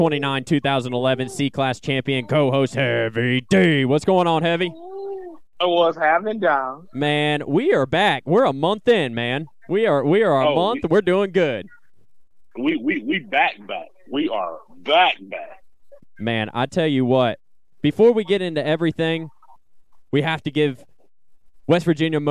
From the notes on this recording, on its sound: We will have a call in from the owner and title sponsor of this past weekend’s Top Gun Showdown